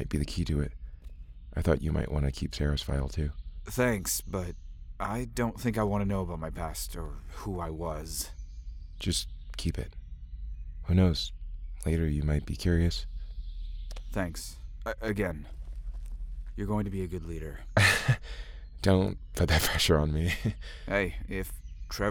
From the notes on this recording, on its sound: In the van.